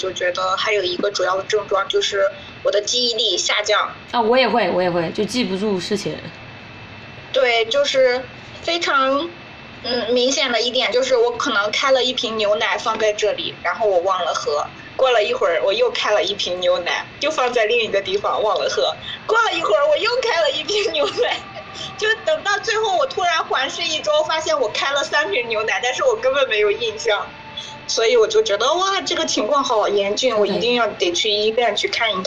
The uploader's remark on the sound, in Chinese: 录这期的时候因为隔音原因背景音会有警铃声。也不知为何这期录制我和嘉宾的声音是一个完全左声道一个完全右声道，并且有些许没有办法剪辑掉的笔记本发动机的杂音。